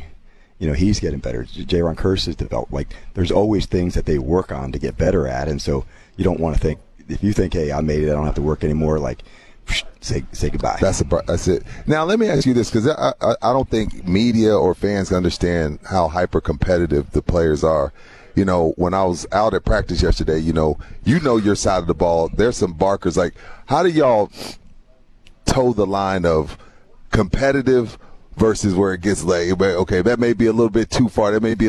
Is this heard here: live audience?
no